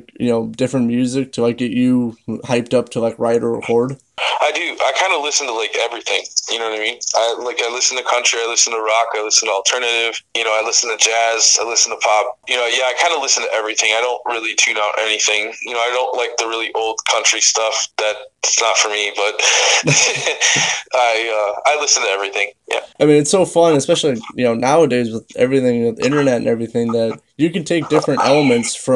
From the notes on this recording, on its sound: phone interview